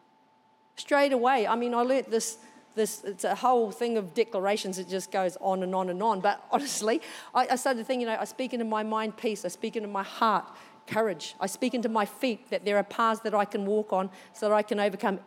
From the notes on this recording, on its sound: Recorded during our 9am service on Sunday, the 3oth of April 2023